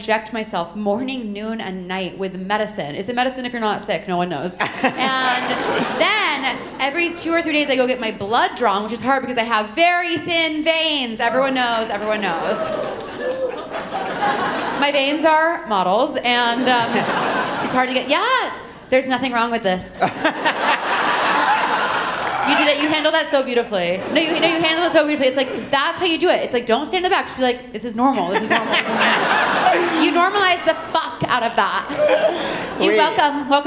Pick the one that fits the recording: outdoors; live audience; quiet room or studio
live audience